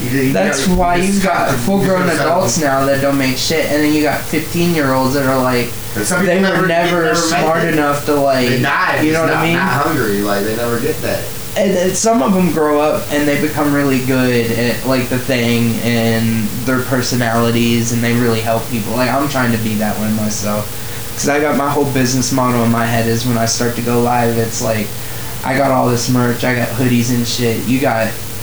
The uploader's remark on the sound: This cast was very low quality compared to the recently recorded follow up.